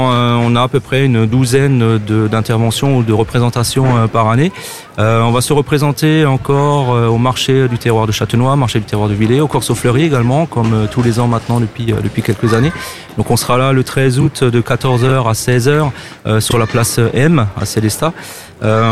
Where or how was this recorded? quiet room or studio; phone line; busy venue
busy venue